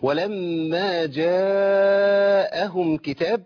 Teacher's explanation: اتصلت الهمزة وحرف المد في كلمة واحدة، وده يسمى مد متصل واجب، اي واجب المد اربع حركات او اكثر